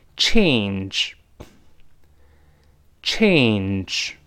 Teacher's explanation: 那记住双元音 A，再加 N 这个声音，这在中文中是没有的。在中文中没有 N 这样一个音节，所以要读一下这个零钱这个词，跟老师大声读。change。change。注意，不要读 change。那就